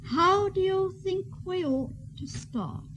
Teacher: That sentence starts on a fairly high note, and it continues on that same note until it reaches the word ought.